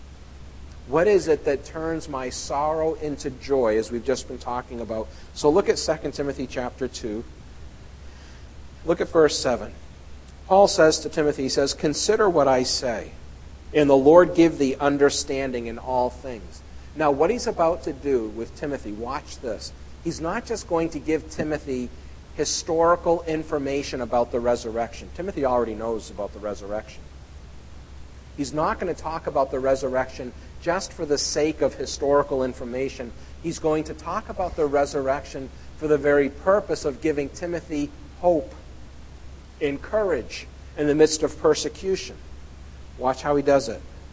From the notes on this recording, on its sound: at The People’s Church of Somerville, NB